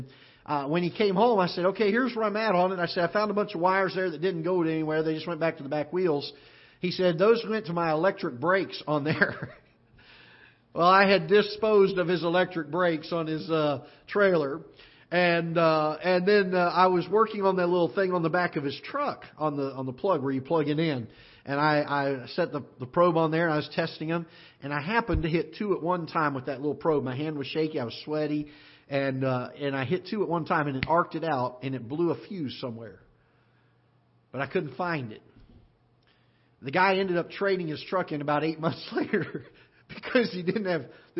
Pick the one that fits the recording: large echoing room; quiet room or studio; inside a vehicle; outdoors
large echoing room